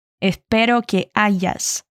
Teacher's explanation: el chico no trae el acento típico uruguayo que trae la chica, así que pronuncia la Y con el sonido de la I